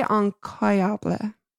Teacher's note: they dropped the R entirely as they did in general